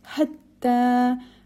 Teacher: Hatta, ha, this is middle of the throat ha and it will be joined with ta. Ta will be extended 4 to 5 haraka long.